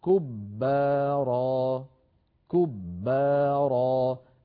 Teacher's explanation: الباء مدغمة الباء الساكنة يعني مدغمة في الباء المفتوحة